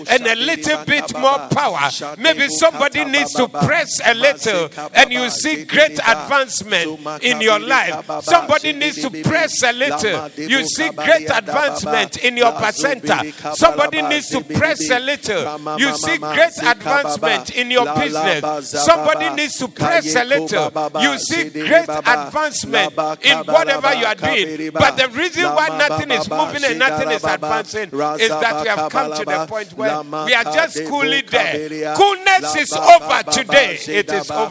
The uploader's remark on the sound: Preached at the Doxa Service 09072023